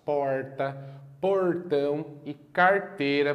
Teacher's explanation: geralmente é um fonema retroflexo, que é aquele som que aparece quando a gente puxa o R das palavras porta, portão e carteira